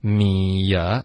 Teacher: 米跟之间不要停顿，就会导致一个很轻的一个 y 的音